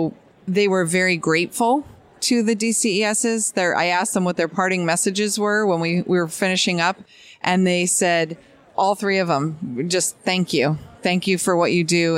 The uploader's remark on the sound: at ADCES22 in Baltimore, MD after she finished hosting a panel discussion.